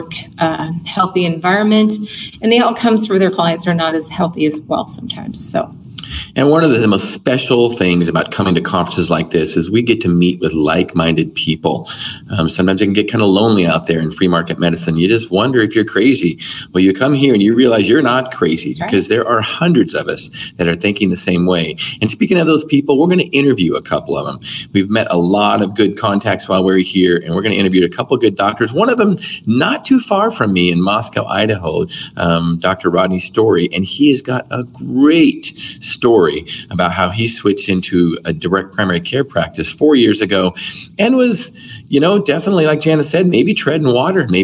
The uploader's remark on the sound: FMMA Conference. Live from the Omni Fort Worth Hotel, TX.